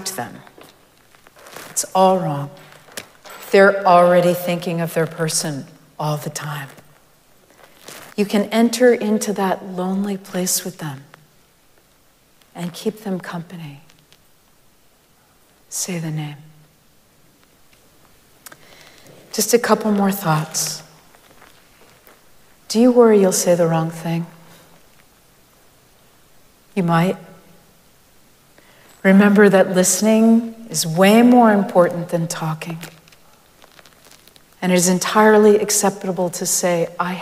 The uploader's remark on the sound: Recorded live at Arlington Street Church